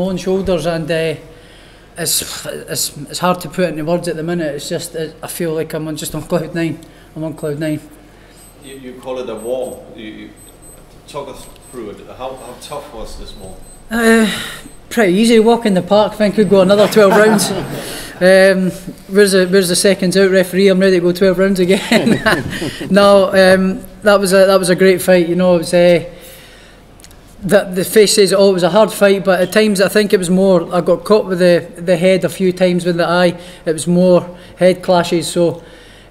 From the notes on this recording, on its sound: POST FIGHT PRESS CONFERENCE | Matchroom Boxing.